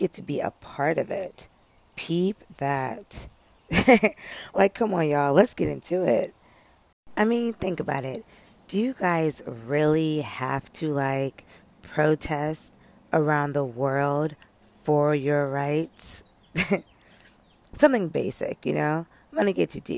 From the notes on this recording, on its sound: Live from the Peace of Outside